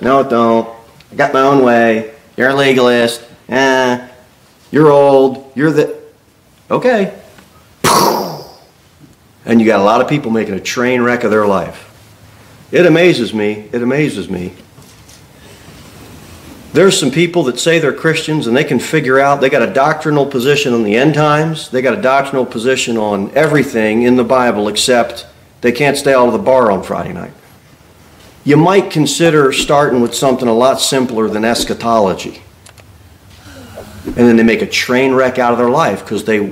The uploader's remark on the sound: Sermon delivered at Pilgrim Baptist Church. Pilgrim Baptist Church, located at 229 W. Jere Whitson Rd. Cookeville, TN 38501.